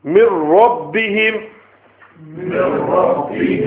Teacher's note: Noon completely disappeared. Noon completely submerged, assimilated into Ra. · Term: Idgham Tam